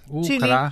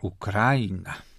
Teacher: często się też słyszy akcent na trzecią od końca · Shown in: second take